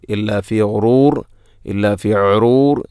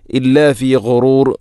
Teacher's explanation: ഗൈന്, ഗൈ ഗോ, തൊണ്ടയുടെ ഏറ്റവും മുകൾ ഭാഗം. · Shown in: second take